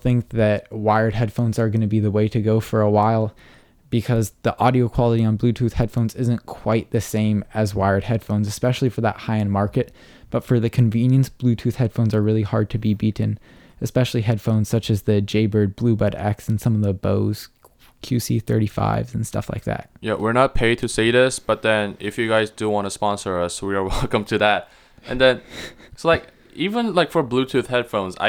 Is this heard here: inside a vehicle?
no